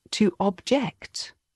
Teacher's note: you can hear the stress is on the second syllable